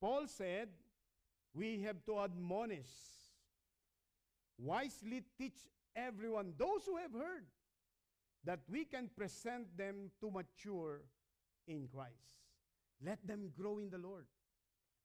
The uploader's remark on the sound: Recorded at Hosanna Evangelical Fellowship (HEF) - Dubai on 20 September 2019.